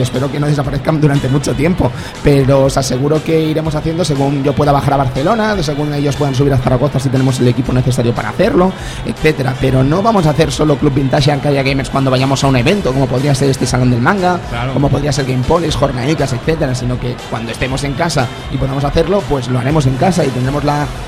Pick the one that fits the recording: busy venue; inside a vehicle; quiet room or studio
busy venue